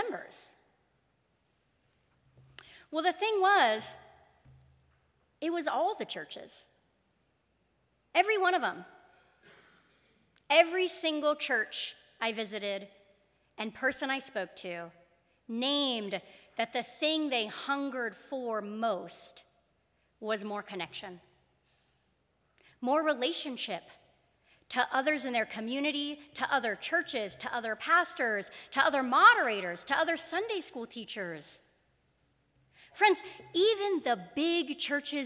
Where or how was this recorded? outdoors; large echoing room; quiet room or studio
large echoing room